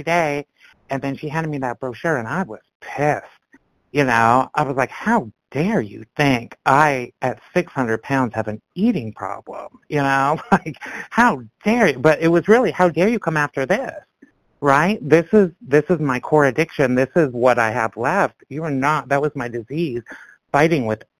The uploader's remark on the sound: from the 100 Pounders Phone Meeting, 12/25/22